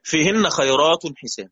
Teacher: رقق ورش الراء المفتوحة والمضمومة إذا كان قبلها ياء ساكنة. إذا كان قبلها ياء ساكنة، وقلنا الياء ساكنة دي سواء كانت ياء لين أو مد.